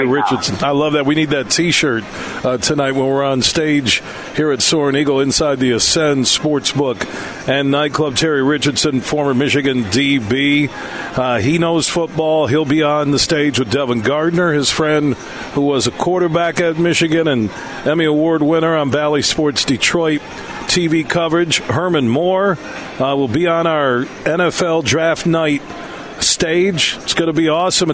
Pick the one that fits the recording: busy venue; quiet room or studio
busy venue